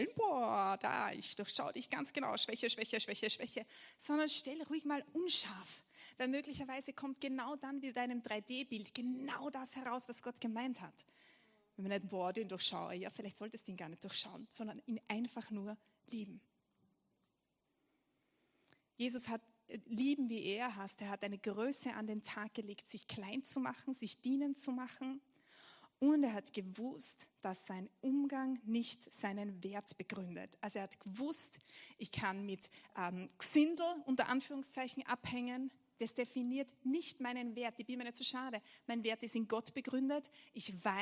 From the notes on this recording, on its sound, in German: Gottesdienst live aus der LIFE Church Wien.